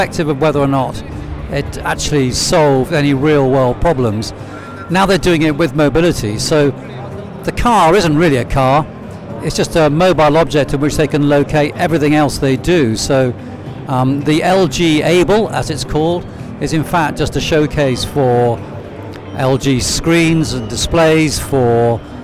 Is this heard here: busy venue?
yes